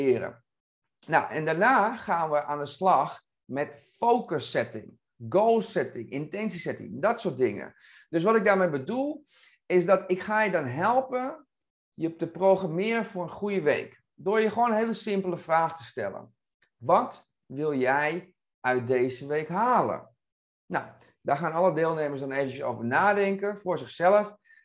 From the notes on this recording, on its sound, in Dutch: In deze korte aflevering hoor je de introductie die ik live heb opgenomen tijdens deze videosessie.